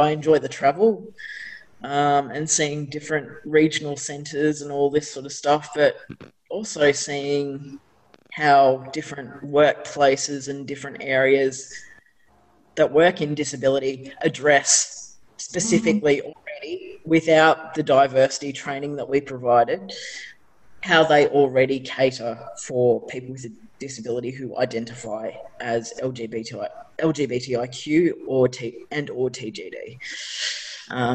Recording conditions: video call